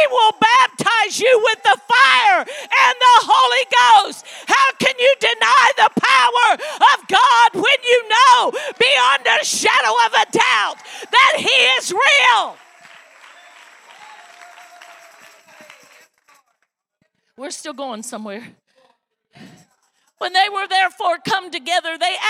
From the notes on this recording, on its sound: This message was recorded LIVE